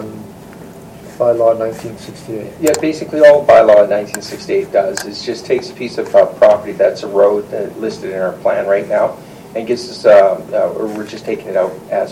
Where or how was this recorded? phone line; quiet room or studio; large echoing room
large echoing room